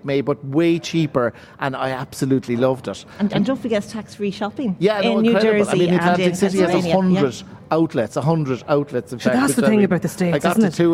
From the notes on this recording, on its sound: LIVE at the Friends Experience in Dublin.